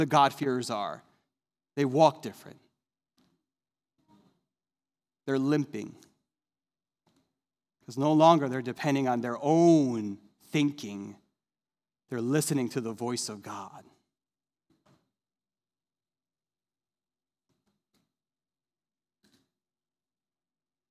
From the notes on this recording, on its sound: This sermon was recorded live on Sunday, August 22nd, 2021 at Newark United Pentecostal Church.